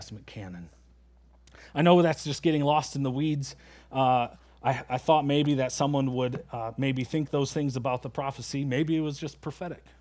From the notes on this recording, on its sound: at Springbrook Church in Antigo, WI.